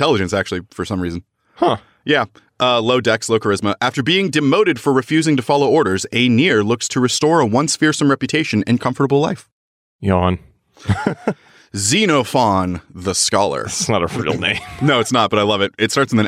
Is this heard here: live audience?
no